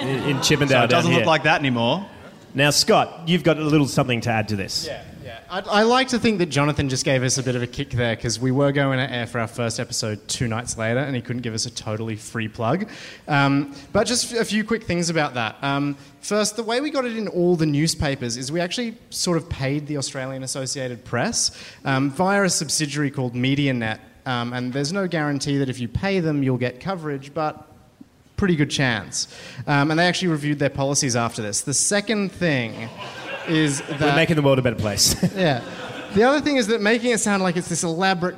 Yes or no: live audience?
yes